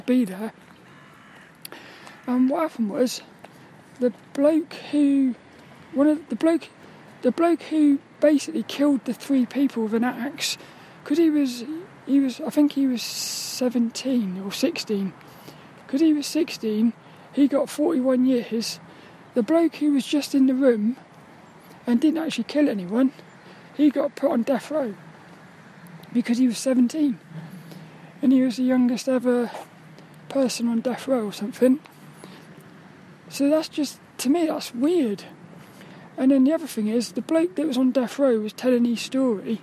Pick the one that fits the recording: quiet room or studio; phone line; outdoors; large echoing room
outdoors